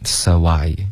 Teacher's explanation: So 跟 I 之间添加一个 W 音